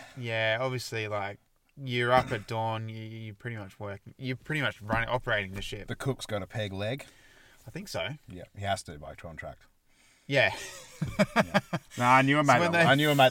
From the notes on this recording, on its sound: This week we are back in the car studio, getting the best out of the small space's acoustics and sensual basal tones.